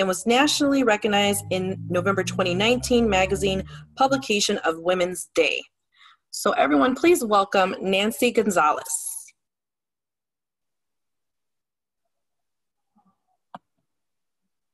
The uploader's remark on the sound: We are live from the 1st Annual "Virtual Speak Out: Silence Hides Violence" event, brought to you by NDV Healing & Support Inc.